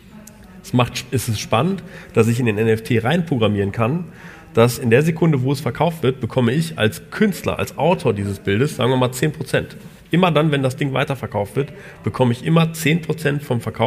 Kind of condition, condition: setting, live audience